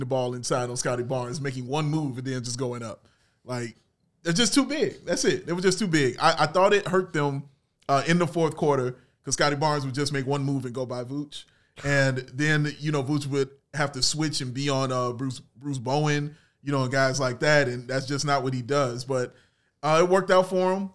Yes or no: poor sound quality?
no